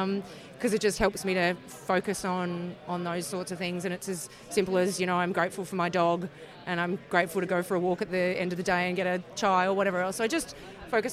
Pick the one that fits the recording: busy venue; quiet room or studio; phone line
busy venue